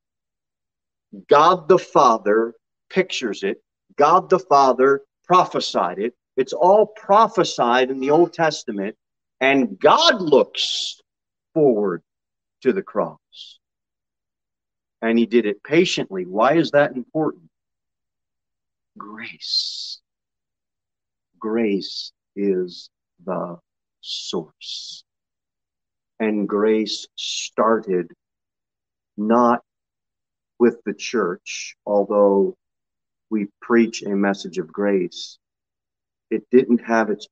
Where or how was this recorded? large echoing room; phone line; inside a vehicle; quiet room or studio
large echoing room